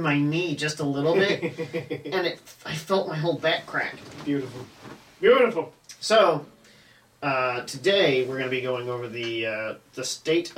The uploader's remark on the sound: the audio files were lost from the mics so we have camera audio!